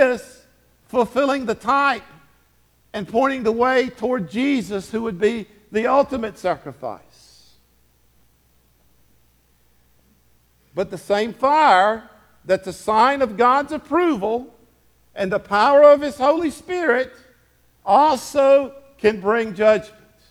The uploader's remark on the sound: Sermon delivered to Hillside Baptist Church in Eastman, GA on 10/15/23. Sermon delivered to Hillside Baptist Church in Eastman, GA.